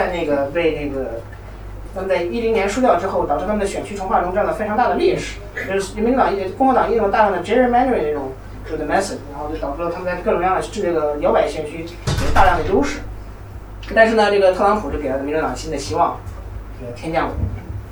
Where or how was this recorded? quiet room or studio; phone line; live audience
live audience